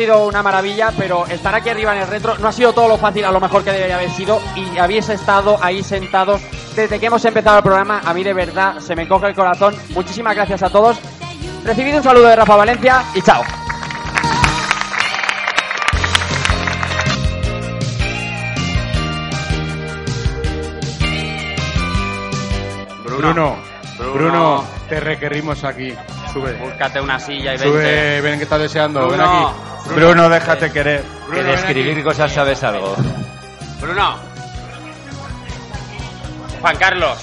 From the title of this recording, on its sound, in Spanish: Directo Madrid Games Week